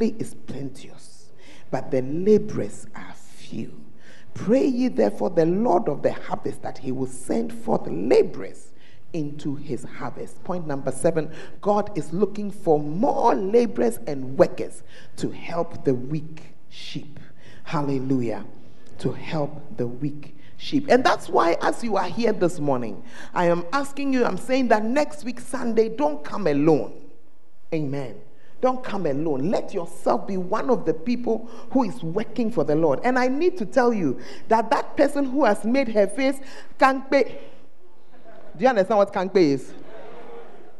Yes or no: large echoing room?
yes